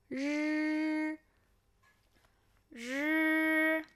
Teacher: 发音时舌尖抬起并稍微后卷，气流通过口腔，声带也会参与发音